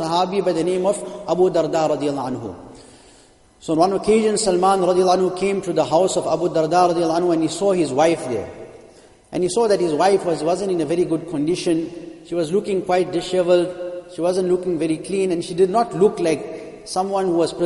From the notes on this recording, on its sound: Jumuah lecture